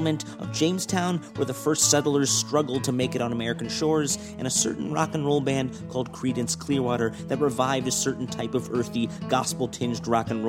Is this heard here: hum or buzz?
yes